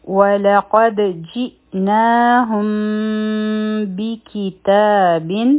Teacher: د میم ساکن نه پس چونکه باراغله نو دلته کې به مونږه د میم ساکن اخفا کوو دوه سیکنډه ټایم به ورکو